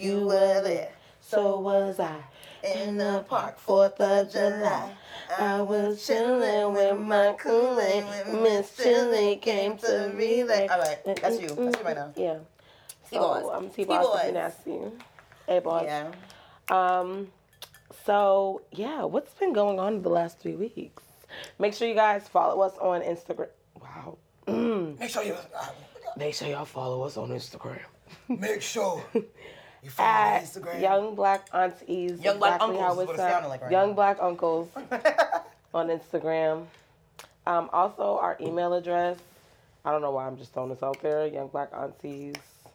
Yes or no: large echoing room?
no